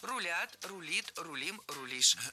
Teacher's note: Переносим ударение за корень и получаем правильный вариант.